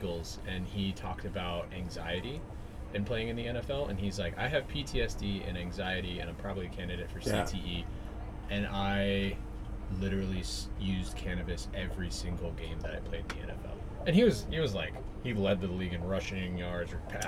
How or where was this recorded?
busy venue